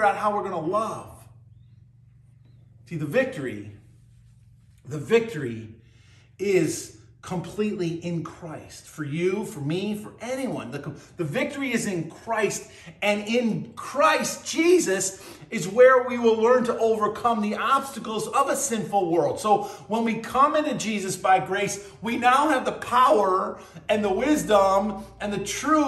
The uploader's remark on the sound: BCC Virtual Worship. At Burlington Christian Church on June 18th, 2023.